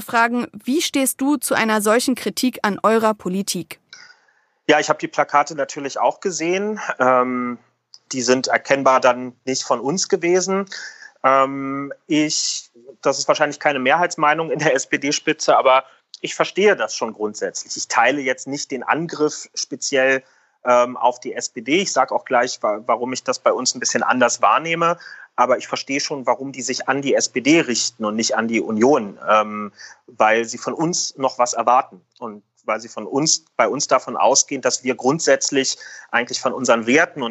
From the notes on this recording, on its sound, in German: Per Videocall.